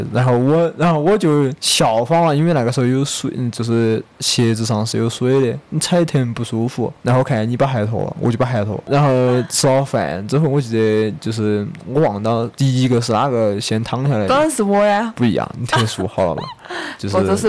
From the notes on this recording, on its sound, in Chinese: 本期播客在赞拉河河边录制，所以会有点杂音请各位谅解。